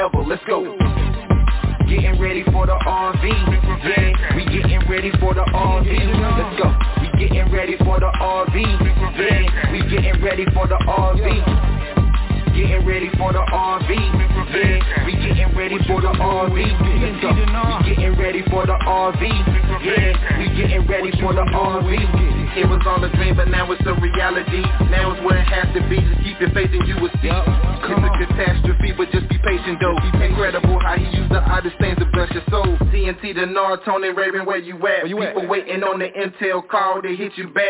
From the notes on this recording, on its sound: TNTSuperfantastic Conference Call